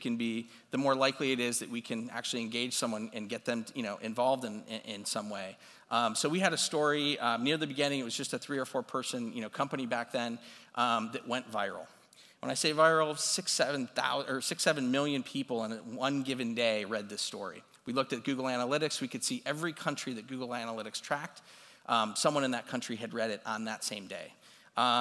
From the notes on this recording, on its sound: this recording is from his talk at CMX Summit